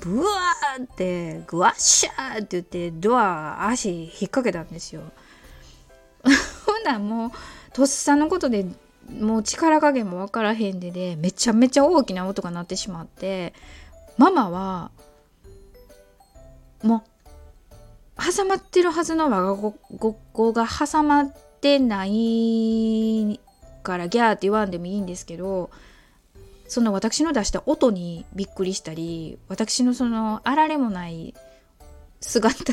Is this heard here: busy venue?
no